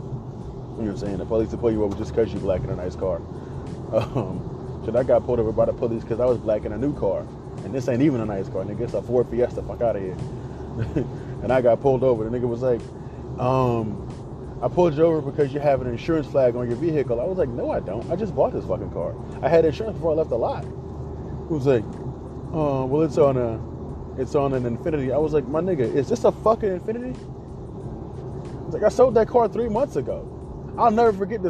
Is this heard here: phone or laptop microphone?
yes